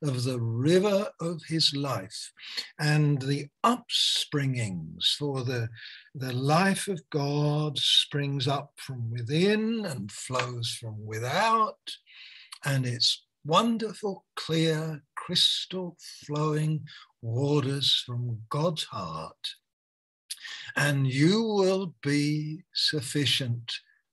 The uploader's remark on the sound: Malaysia Meets (Zoom)